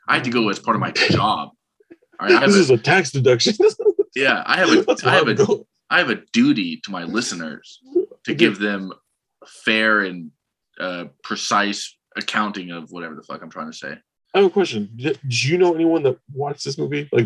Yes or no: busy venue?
no